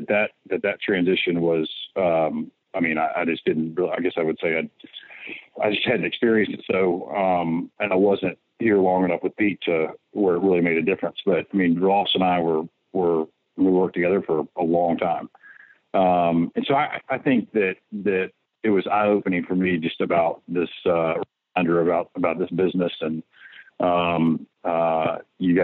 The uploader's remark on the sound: joined on the Modern Woodmen phone line